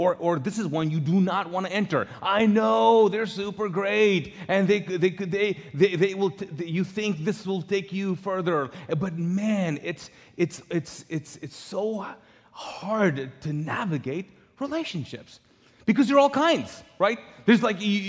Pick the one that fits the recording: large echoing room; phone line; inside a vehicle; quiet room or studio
large echoing room